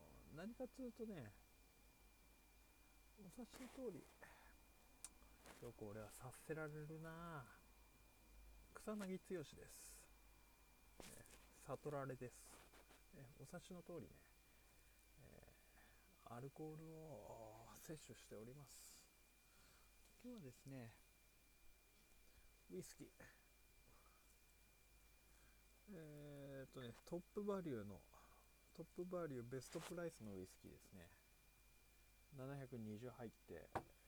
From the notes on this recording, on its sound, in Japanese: 音小さいよね。撮りっぱ。